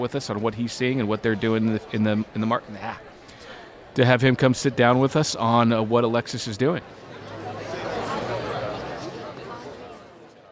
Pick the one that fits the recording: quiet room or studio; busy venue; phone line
busy venue